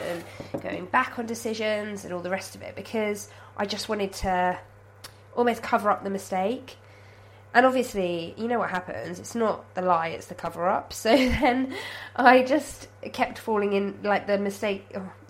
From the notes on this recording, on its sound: Today I'm recording while cooking, and pausing to sneeze. I sound like death, because I am STILL full of cold so apologies for that.